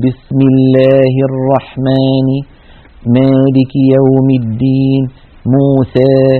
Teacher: يخلطون صوت الألف بصوت الياء فينتج صوت يسميه القراء الألف الممالة إمالة صغرى